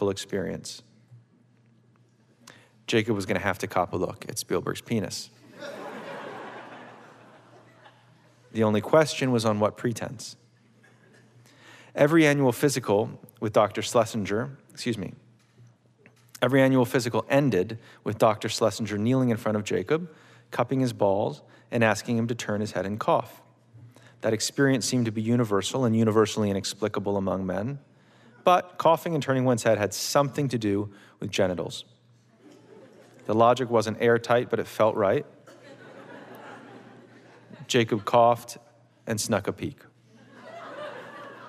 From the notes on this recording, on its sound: It was recorded on Oct 20, 2016 in front of a live audience at New York's 92nd Street Y.